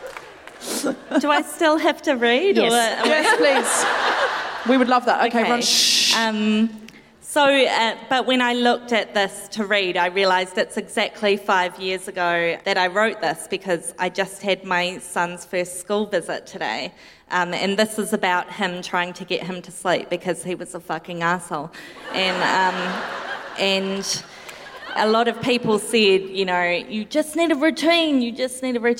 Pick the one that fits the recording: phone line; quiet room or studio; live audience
live audience